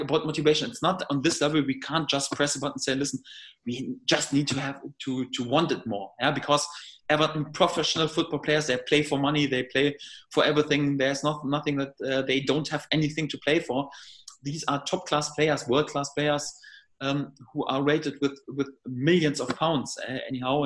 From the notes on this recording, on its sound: video conference with the media